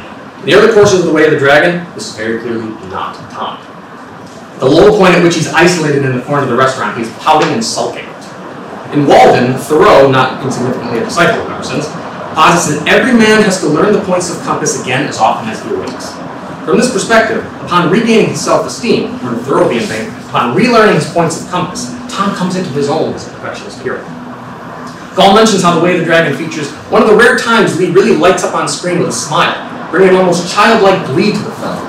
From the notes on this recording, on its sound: This talk was given at the 2018 Martial Arts Studies Conference at Cardiff University.